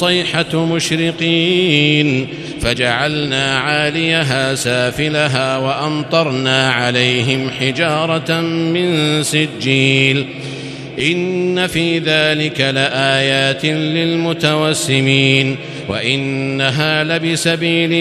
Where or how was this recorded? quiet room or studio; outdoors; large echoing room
large echoing room